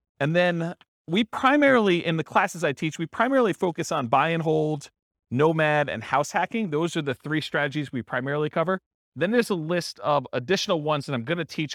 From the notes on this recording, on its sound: This was a live class recorded.